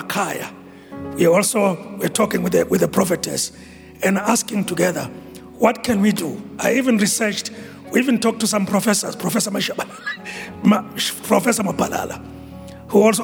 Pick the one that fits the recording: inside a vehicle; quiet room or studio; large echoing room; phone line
large echoing room